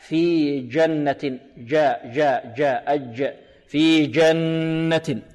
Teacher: الجيم من أين تخرج؟ من وسط اللسان